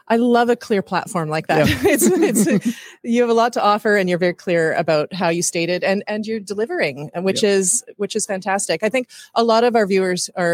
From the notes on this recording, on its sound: LIVE from Datacloud Global Congress. Check out his LIVE interview from beautiful Monaco at Datacloud Global Congress 2023!